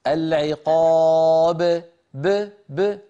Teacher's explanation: عمل شفوي بحت وليس في الحنجرة شيء · Term: القلقلة